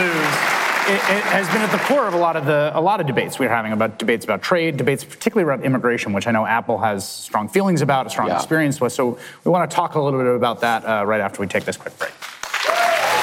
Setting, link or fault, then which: setting, live audience